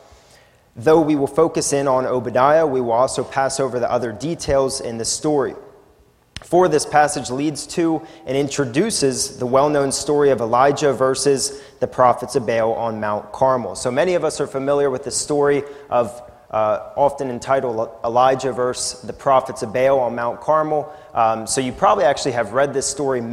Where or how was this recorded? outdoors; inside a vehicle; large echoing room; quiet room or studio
large echoing room